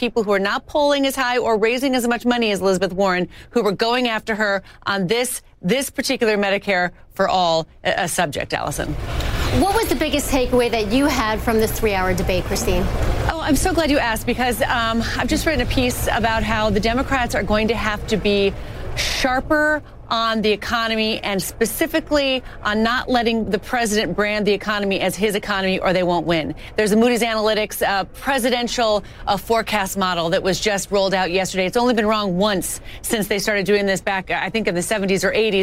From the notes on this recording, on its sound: live from the New York Stock Exchange